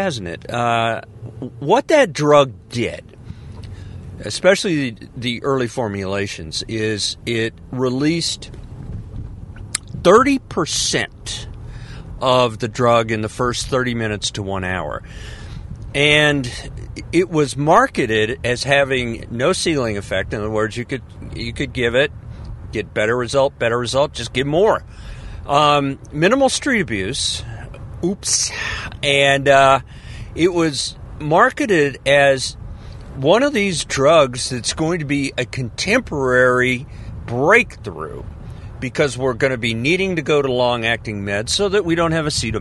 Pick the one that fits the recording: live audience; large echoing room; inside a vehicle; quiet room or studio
inside a vehicle